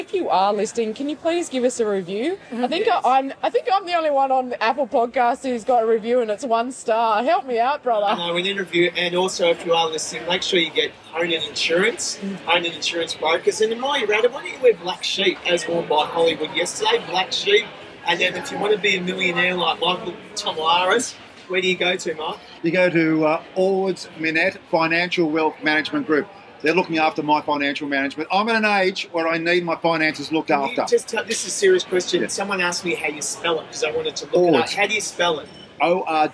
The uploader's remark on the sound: We're live from Hilton Adelaide again for Stage 4 of the Tour Down Under.